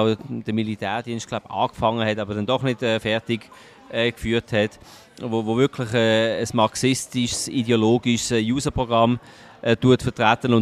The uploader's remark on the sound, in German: Live aus der Bellevue-Bar